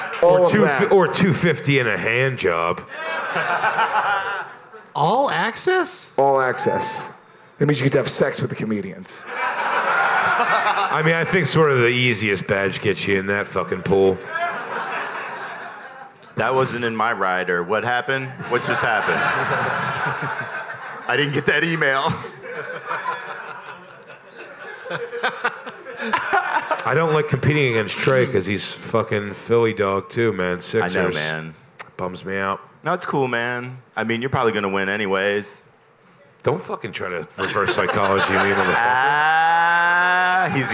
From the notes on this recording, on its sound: Live from Skankfest in New York City